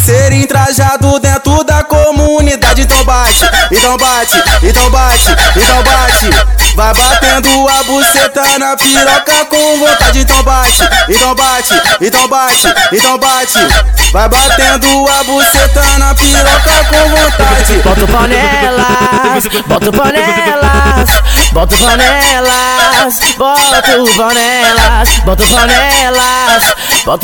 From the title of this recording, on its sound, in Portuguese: MEGA AO VIVO NO BAILE DO CDB